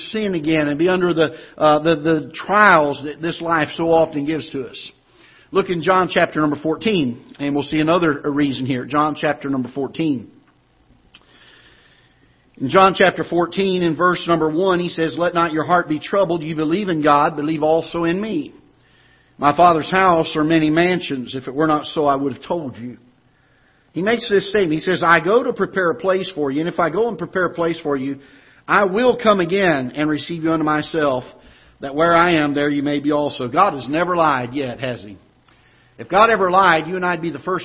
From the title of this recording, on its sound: Ketha Heights Baptist Church ~ Live Broadcast